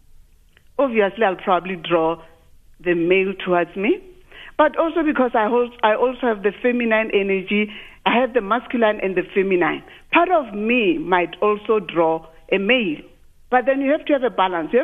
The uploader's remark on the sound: Guest (phone)